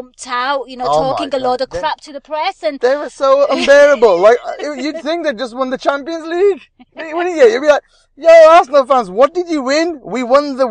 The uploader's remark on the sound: Post Match Car Pod